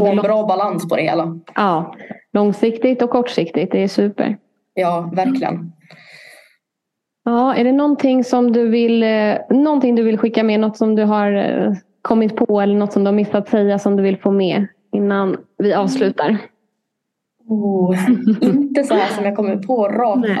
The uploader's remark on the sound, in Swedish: Avsnittet spelades in digitalt på distans och därav kan ljudet svaja lite.